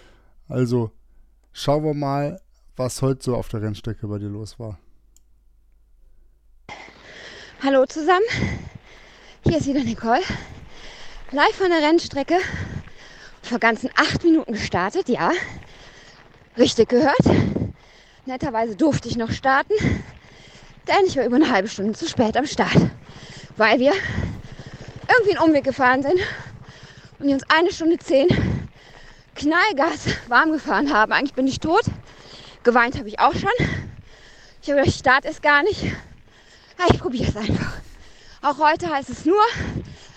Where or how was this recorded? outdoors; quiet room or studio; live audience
outdoors